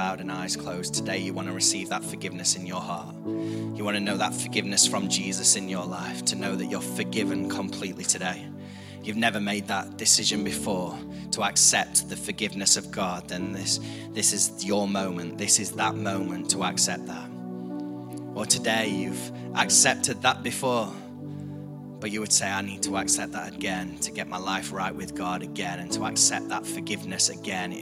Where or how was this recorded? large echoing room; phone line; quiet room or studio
large echoing room